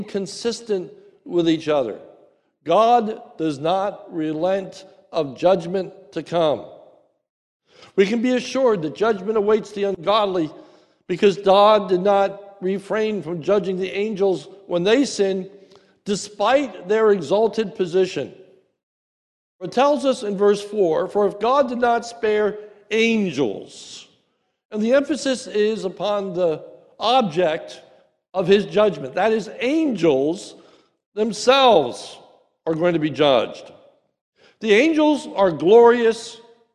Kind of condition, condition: setting, large echoing room